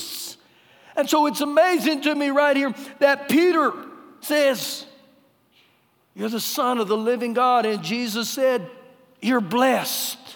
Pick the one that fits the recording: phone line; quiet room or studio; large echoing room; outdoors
large echoing room